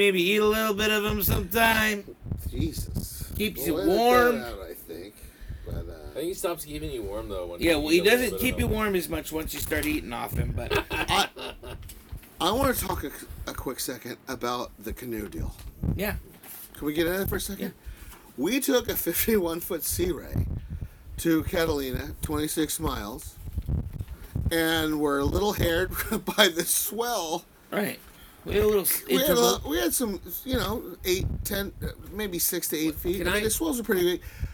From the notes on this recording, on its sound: We took the boat to Catalina Island and recorded from sea.